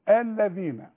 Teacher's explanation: لازم اطلع طرف اللسان في الذال